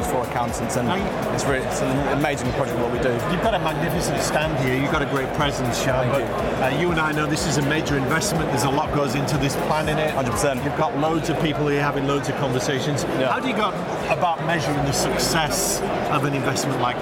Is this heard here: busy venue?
yes